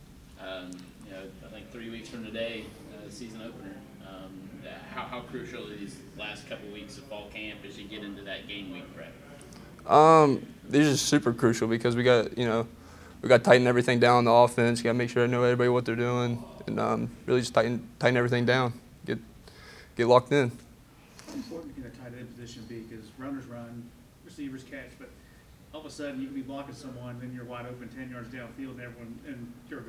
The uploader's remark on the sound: Speaking with the Media in a Post-Practice Q&A.